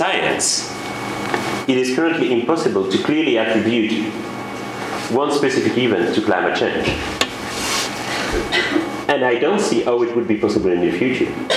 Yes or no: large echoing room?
yes